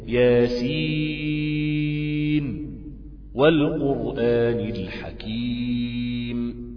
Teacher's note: لابد أن تقرأ بإظهار نون ياسين